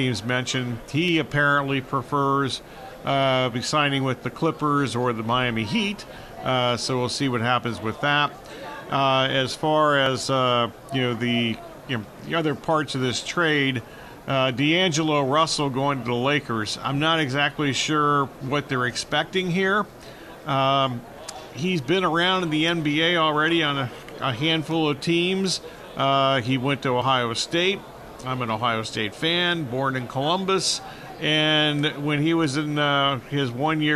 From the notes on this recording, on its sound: Live from Super Bowl Radio Row.